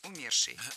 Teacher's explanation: А в причастии «умерший» ударным должен быть корень слова.